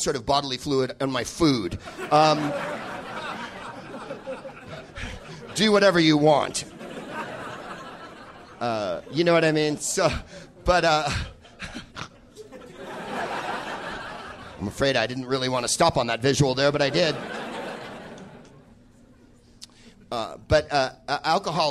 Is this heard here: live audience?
yes